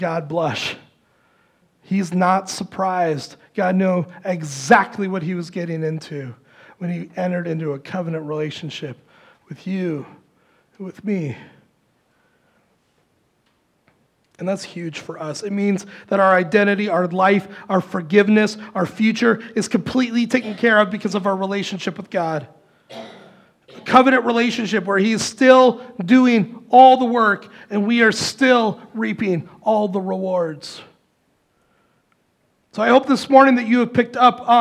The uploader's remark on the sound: Recorded live at Word of Life Church in Le Sueur, Minnesota, on February 4, 2024. Powered by Restream.